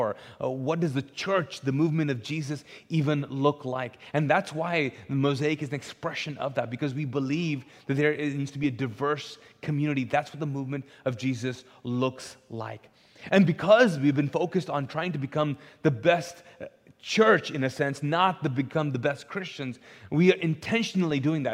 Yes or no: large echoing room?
yes